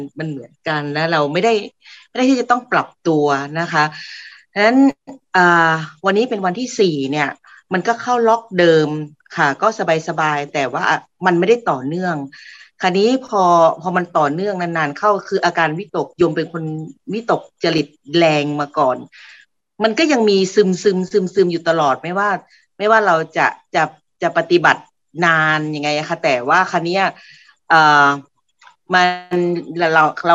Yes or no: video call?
yes